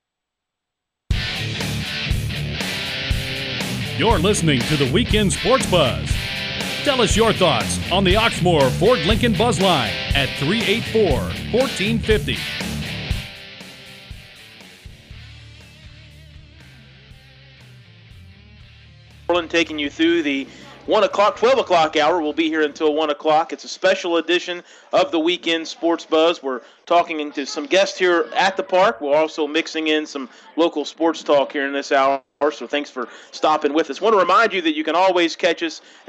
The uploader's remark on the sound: We are LIVE from Skyview park in J-town for opening day for Little League Baseball.